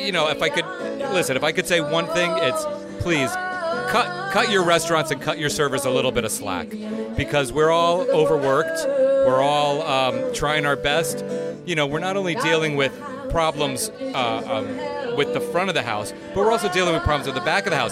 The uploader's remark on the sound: Acoustic ROCK Happy Hour remote at Wall Street Tavern in Norwalk! Tune into this live podcast where we interviewed both owners on Wall Street Tavern's patio!